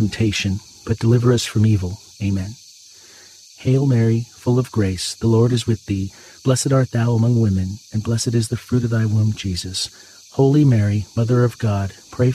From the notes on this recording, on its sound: Get closer to nature and enjoy the soothing outdoor sounds of cicadas singing on a warm summer night alongside this Saturday rosary.